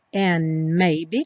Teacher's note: Passa do N direto para o M, and maybe, porque o D do and não vai ser pronunciado.